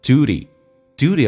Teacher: 第一个 It is 有一个连音 T 说话成 D 这个发音叫 It is It is the duty 美式发音当中这个单词趋向一发 U 这个发音 U 趋向一发 U 叫 duty 而且 T 要说话成 D